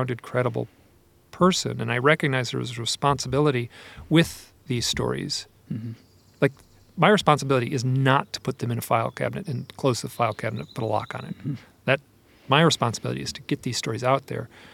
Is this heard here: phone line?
no